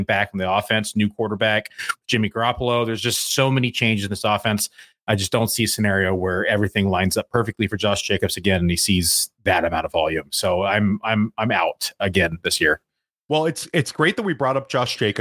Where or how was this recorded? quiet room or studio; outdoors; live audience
quiet room or studio